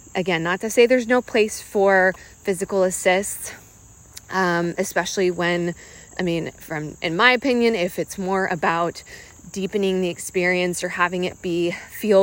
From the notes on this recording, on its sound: I’m talking off the cuff while walking outside